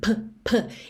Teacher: não é um P seco, ele tem um arzinho